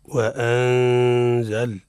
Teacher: حكمها الإخفاء مع الغنة. مع الغنة. في النون عند الزاي